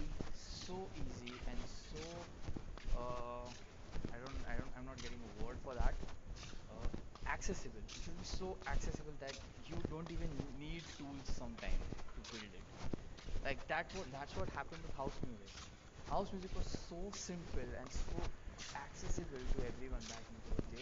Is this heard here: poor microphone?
yes